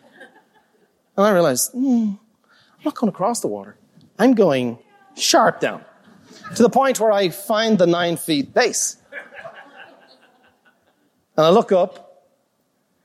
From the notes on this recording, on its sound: a live recording from Peak Experience